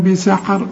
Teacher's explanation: يحسن إخفاء بغنة ما تضمش شفايفك